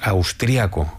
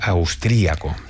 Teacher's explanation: Las dos valen, tanto austriaco como austríaco, y lo escribiremos sin tilde en el primer caso y con tilde en la i en el segundo. En España normalmente decimos austriaco, con el acento prosódico en la segunda a, pero en otros países es más habitual austríaco.